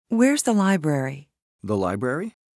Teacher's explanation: Rising intonation to confirm information.